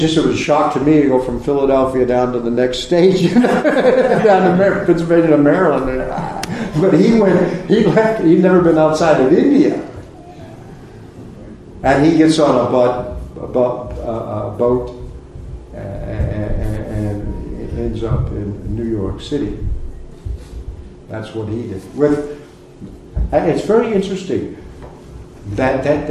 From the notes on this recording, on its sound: A Sunday Feast lecture at ISKCON of Philadelphia.